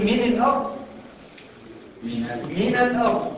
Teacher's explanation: فتخلصنا من التقاء الساكنين بفتح النون